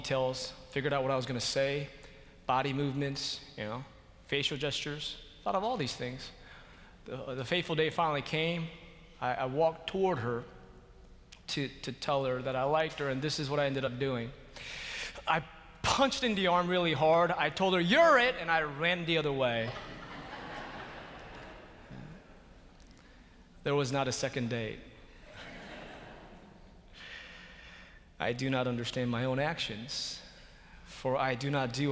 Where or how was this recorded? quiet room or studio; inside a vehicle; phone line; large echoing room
large echoing room